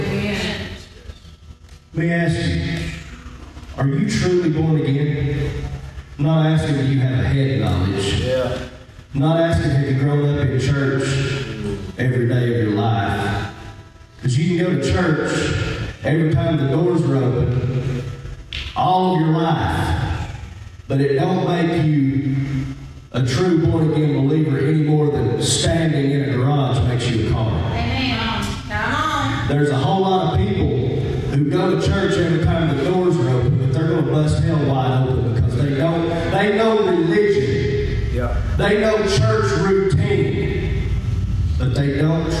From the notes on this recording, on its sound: This episode was taken from the LIVE Wrestling For The Faith service in McDonald, TN!